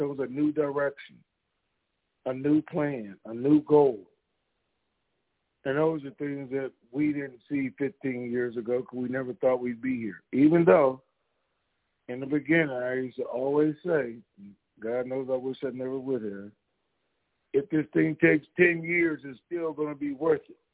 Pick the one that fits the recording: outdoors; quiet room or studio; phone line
phone line